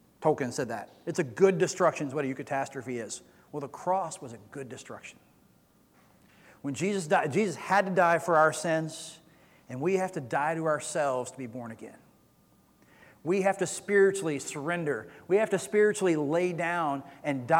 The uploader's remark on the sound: Recorded sermon from Easter Sunday April 17, 2022.